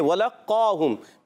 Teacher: واو کی ادائیگی ہونٹوں کی گولائی سے